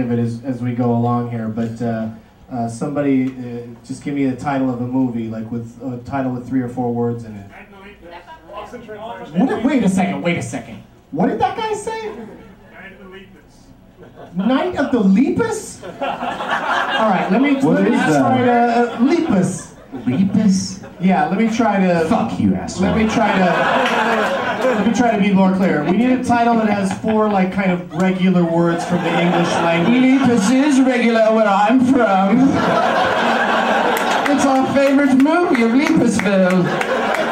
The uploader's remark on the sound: Recorded live at the Del Close Marathon, UCB Theatre New York.